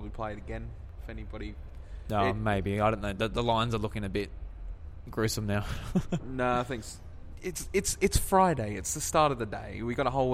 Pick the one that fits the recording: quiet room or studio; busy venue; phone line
busy venue